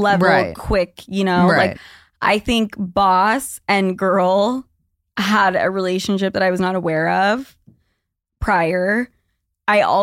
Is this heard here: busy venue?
no